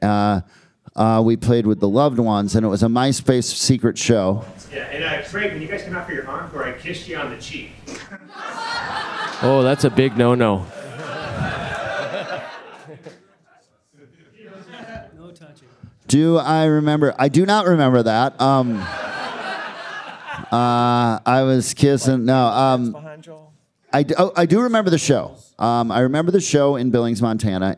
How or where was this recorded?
live audience